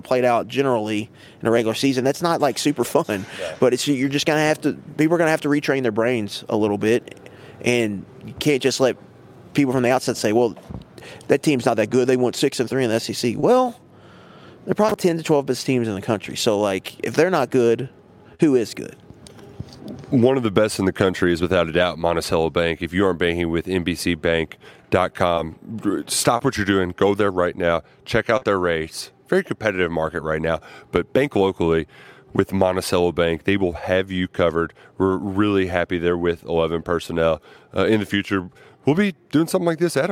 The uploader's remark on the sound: Live from NFL Combine. Live once again from the NFL Combine in Indianapolis.